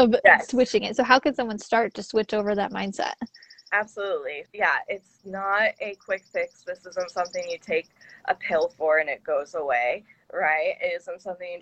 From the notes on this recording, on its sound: we both recorded this sitting outside on our decks so you’ll probably hear some nature sounds in the background